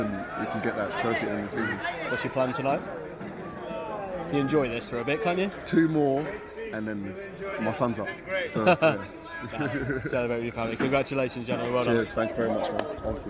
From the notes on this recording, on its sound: a collection of interviews from a truly special day at Portman Road